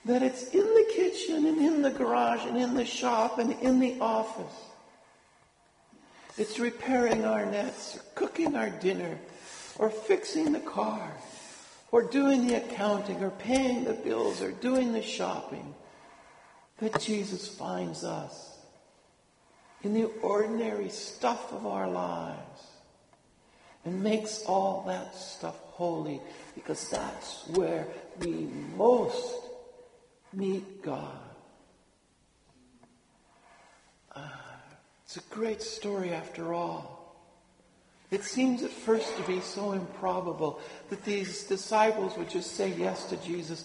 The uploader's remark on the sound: Homily delivered at Sacred Heart Church, Othello, WA. (Apologies again for the raspy voice!).